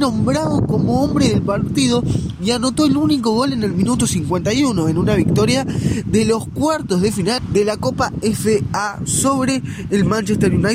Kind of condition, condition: fault, wind noise